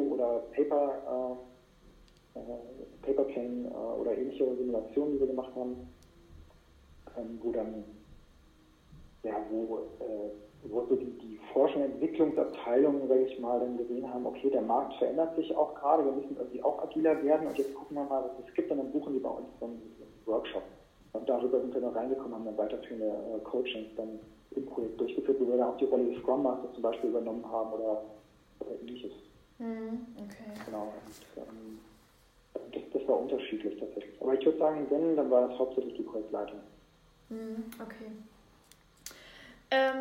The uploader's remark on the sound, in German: Ich bitte die Tonqualität zu entschuldigen...